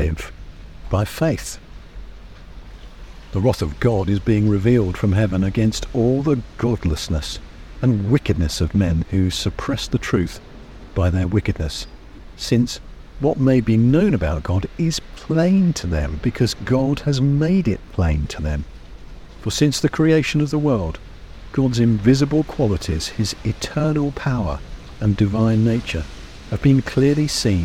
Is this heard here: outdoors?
yes